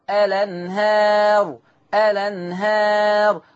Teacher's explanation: هننقل فتحة الهمزة إلى اللام · Term: النقل